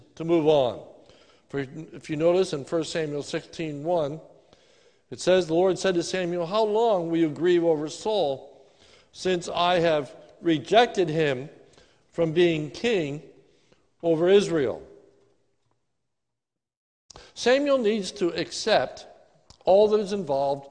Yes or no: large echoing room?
yes